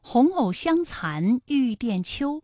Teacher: 残字呢是前鼻音，有前鼻韵母安